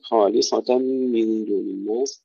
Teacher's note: لكم الدار عند الله، أيضا ترقيق الدال، عند وليس عند الله، عند الله. خالصة ترقيق التاء بعد تفخيم الصاد